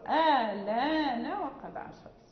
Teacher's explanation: إذا لم يعني اعتددنا بالحركة، يعني فتكون ليس هناك سكون، لم يبقى سبب للمد، يعني اعتدينا بحركة النقل كأنها حركة أصلية التي فوق اللام، فنقرأ بالقصر